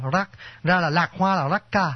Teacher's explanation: tiếng Nhật đọc cái âm L của tiếng Hán, thành ra cái âm Nhật đặc biệt âm nửa R nửa L